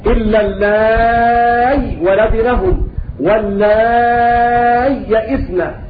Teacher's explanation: وجه آخر، وهو إبدال الهمزة ياء خالصة